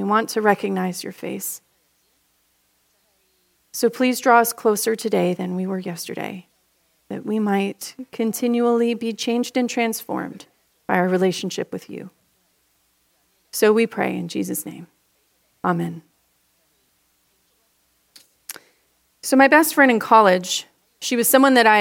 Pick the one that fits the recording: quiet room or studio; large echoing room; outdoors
large echoing room